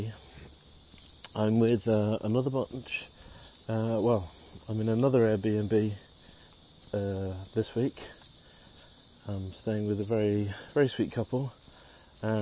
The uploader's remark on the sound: Here are a selection of short audio clips, often recorded on the move as I'm traveling. From our new life in Pittsburgh.